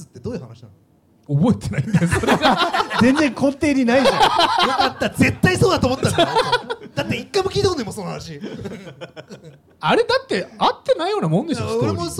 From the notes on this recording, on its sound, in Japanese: 30代オルタナティブバンドマンによるトークイベント「ハリエンタルラジオ」の模様を一部お届けいたします